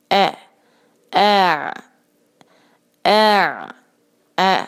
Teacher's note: अनाक़हुम में अलिफ को आप आयन के साथ मिलाएंगे, ध्यान रखिएगा कि अलिफ को आयन नहीं बनाना, आवाज़ जब शुरू करेंगे सॉफ्टली